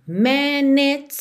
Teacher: Percebe como você já liga do N de man em it's.